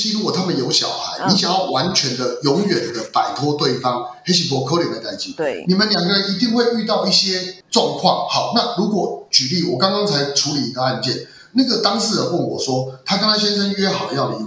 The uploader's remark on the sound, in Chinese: 請放下對音質的罣礙，帶著喜樂的心聽完它吧（合掌）。